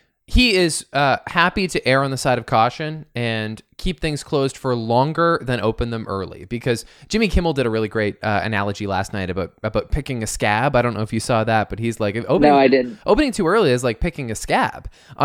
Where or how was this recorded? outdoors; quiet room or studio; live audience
quiet room or studio